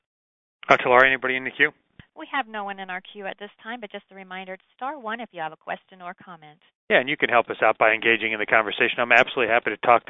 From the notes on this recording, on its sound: Author in the Room®Teleconference